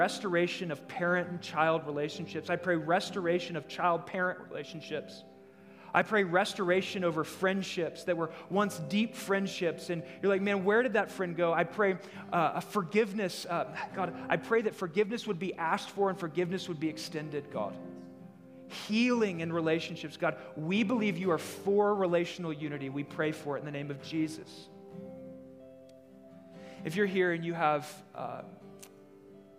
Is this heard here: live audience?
yes